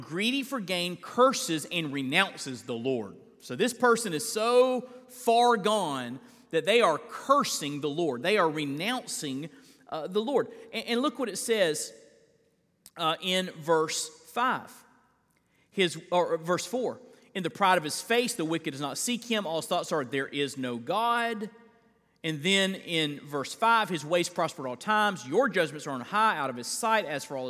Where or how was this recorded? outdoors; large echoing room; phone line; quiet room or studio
large echoing room